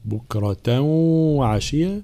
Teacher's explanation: إدغام مع الغنة، الغنة مخرجها الخيشوم